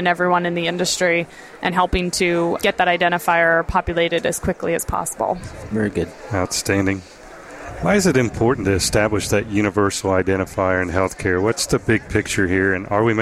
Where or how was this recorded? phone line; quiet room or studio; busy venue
busy venue